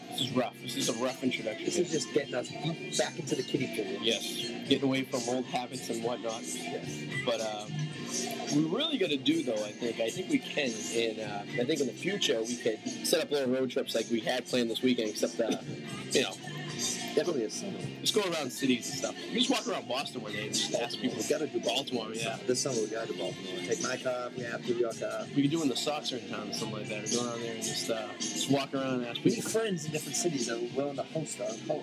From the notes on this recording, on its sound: live At a restaurant revere